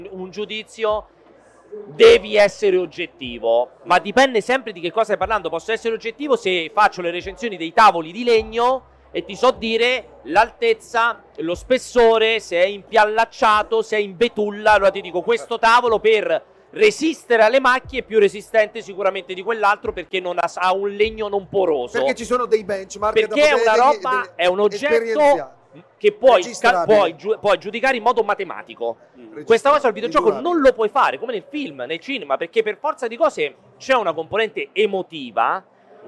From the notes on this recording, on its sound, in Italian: Milan Games Week 2022 DAY 3. In diretta dal Milan Games Week 2022.